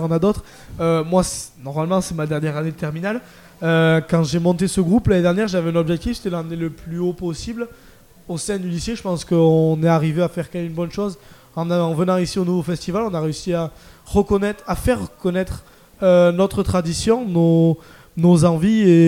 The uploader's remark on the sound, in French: Delta Fm est allée au Nouveau Festival à Cenon (33) pour donner la parole aux lycéens porteurs de projets, venus présenter leur travail. Cette banda vient des Landes et propose aux festivaliers de la musique tout au long du festival.